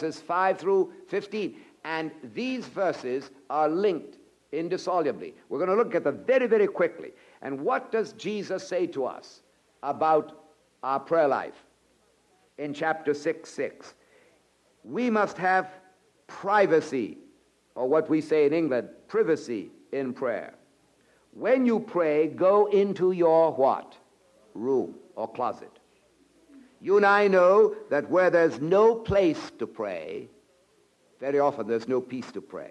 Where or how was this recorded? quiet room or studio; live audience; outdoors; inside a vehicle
live audience